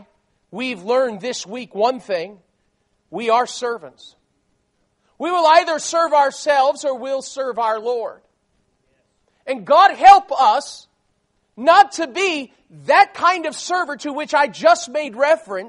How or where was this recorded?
large echoing room